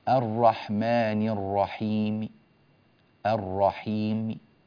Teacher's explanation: ويجوز لنا الروم مع القصر فقط هكذا: الرحمن الرحيم، الرحيم، هكذا، ميم خفيفة جدا مكسورة، كسرة يسيرة